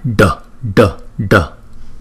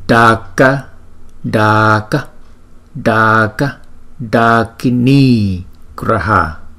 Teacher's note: Chữ D có dấu nặng thì chúng ta phải đọc là D, D, D. Nó từ trong cuống họng chúng ta đọc ra. Chúng ta đọc phải nhấn mạnh và cái lưỡi phải cong.